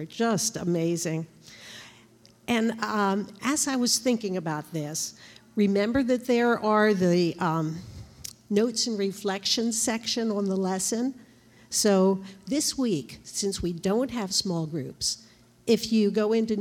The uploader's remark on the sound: This JAT was recorded live on February 6th, 2022 at Newark United Pentecostal Church.